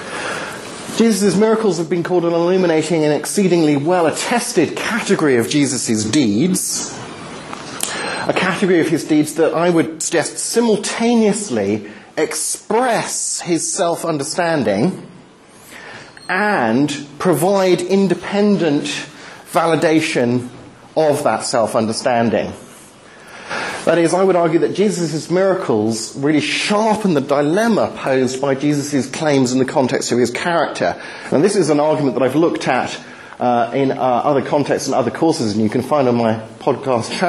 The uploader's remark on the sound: Talk delivered at the Highfield Church Reasonable Faith course 20/03/11